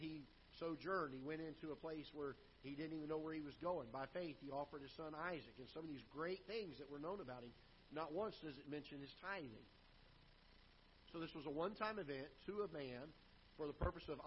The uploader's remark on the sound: Ketha Heights Baptist Church ~ Live Broadcast